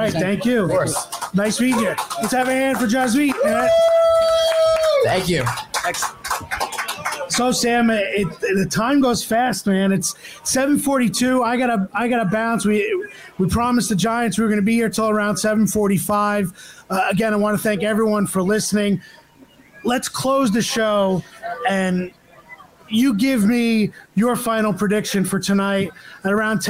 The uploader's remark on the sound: LIVE From The Giants 2023 Draft Party